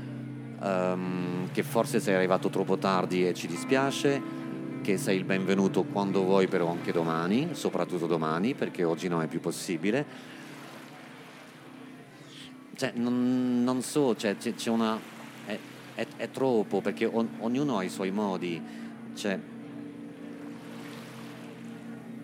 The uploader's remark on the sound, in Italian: Una puntata registrata dal vivo a una serata a tema Pigneto (il quartiere di Roma) tenuta però assurdamente ai Parioli, organizzata da Zero, la rivista che ormai da sempre racconta la vita notturna delle città italiane.